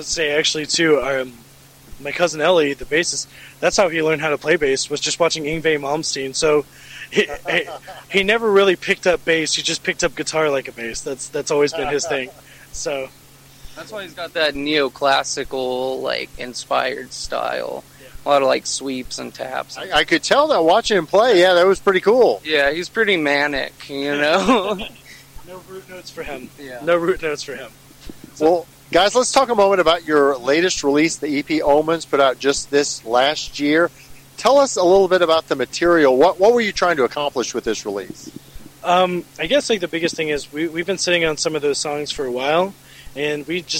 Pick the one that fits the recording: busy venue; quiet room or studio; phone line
busy venue